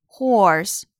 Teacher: 中的元音是长音 o，美式发音 or